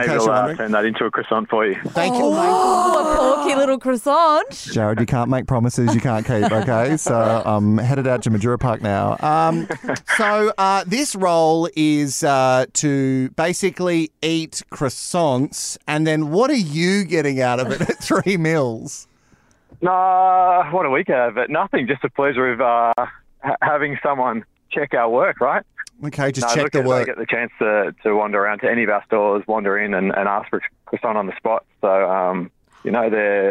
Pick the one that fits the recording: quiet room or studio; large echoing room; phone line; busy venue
phone line